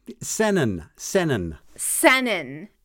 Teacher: Senan with an eh at the beginning of it